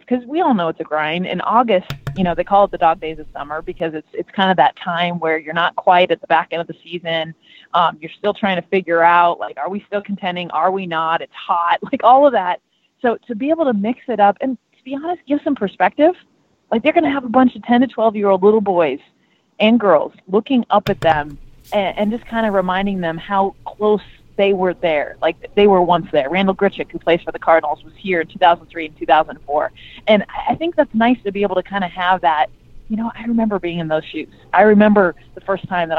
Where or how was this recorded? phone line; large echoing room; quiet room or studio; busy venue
phone line